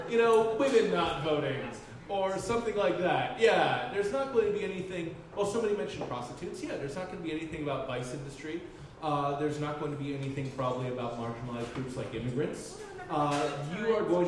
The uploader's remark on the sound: Live at the Jack London Bar